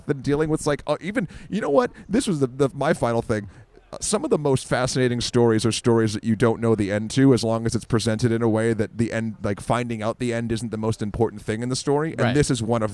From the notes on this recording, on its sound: Recorded in a cafe in Bilbao, Spain.